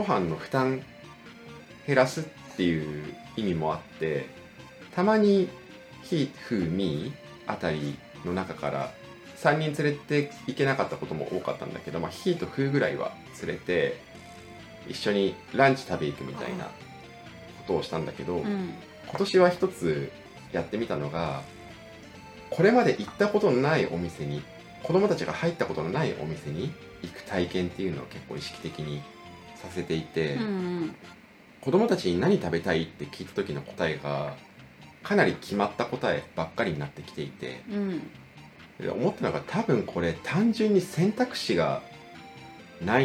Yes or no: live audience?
no